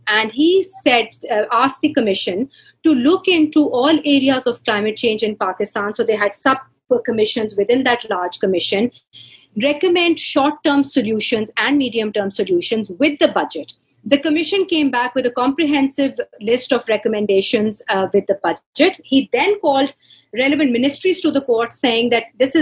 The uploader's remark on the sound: In this webinar, a panel of experts and practitioners